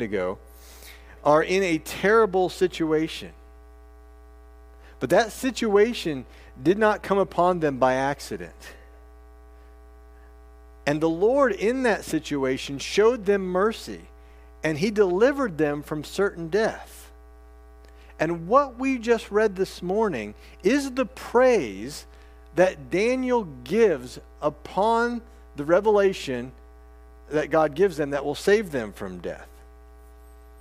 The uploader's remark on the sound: This sermon preached at First Artesia CRC